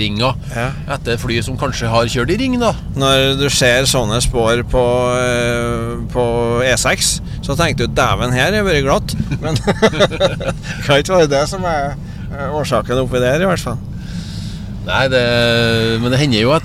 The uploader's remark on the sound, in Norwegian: For første gang har vi spilt inn en artipodd i turnebussen langs E6.Naturlig nok noe bakgrunnsstøy...